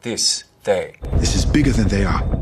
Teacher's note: Listen to those TH sounds in this. This is bigger than they are. They should be dentalized.